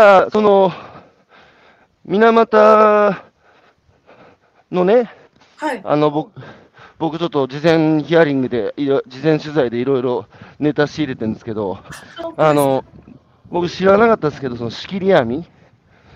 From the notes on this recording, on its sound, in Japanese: 歩きながら1時間、対談する。